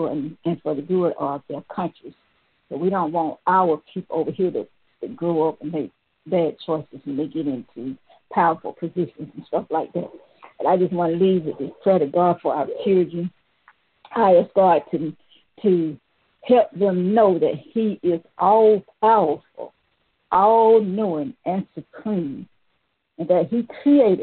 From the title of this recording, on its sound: Conference Call